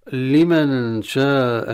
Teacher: لمن شاء منكم أن يستقيم، لمن شاء إخفاء، النون الساكنة بالغنة عند الشين، وشاء مد متصل واجب، شاء مد متصل واجب، على أساس أن الحرف المد والهمزة وهو سبب المد التقيا في كلمة واحدة من الأصل، من الأصل، وليس الأصل كلمته، هي أصل كلمة واحدة تمد بمقدار 4-5 حركات.